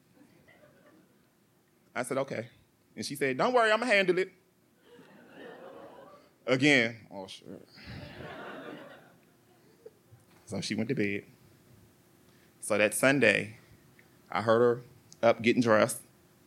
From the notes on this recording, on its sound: true stories told live on the Story District stage